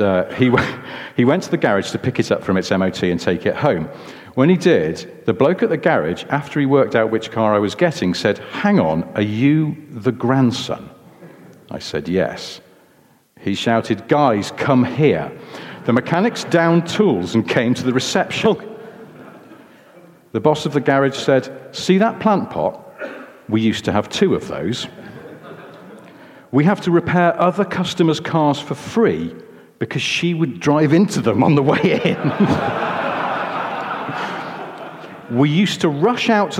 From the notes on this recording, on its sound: Hello London! In front of an audience at the London Concours.